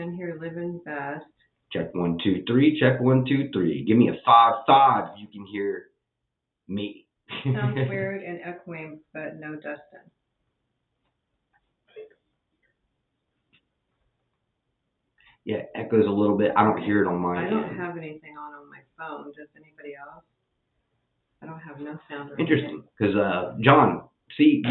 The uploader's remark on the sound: Had audio issues